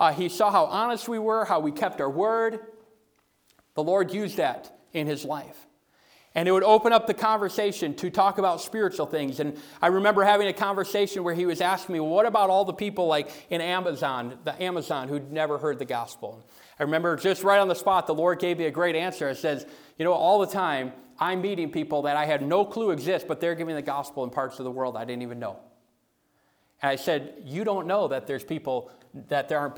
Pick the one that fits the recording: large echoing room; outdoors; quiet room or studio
large echoing room